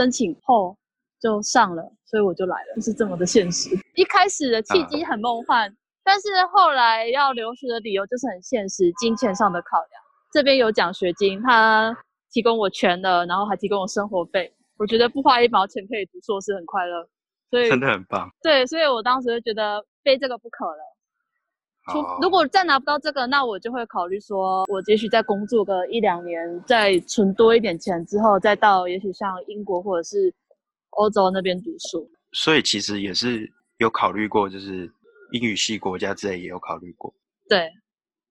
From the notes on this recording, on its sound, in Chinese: 又一次的遠端錄音分享。因為錄音一端在首爾街頭，一端在聽得見車聲、人聲、旺旺喵喵聲的屋內，所以會有雜音，但我盡量抑制了XD。